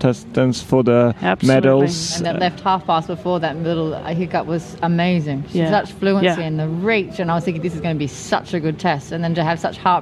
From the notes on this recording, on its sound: This episode was recorded live in front of an audience at the Alltech Experience in the Kentucky Horse Park.